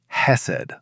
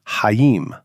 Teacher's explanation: It makes a soft, breathy sound from the back of the throat. · Term: throat sound